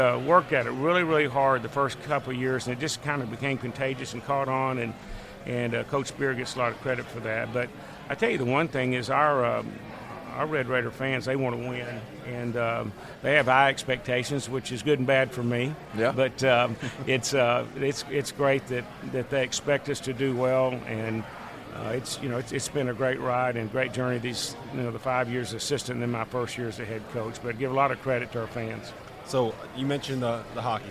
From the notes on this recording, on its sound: AFTER DARK live from New Orleans!